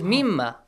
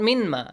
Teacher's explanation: Noon sakin should be merged to the letter mim. · Shown in: first take · It is idgham rule. · Term: idgham with ghunna